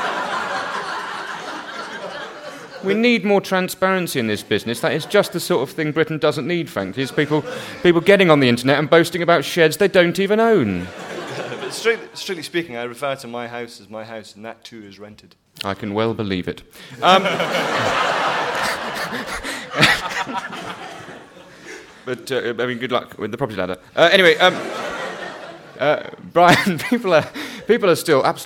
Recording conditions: live audience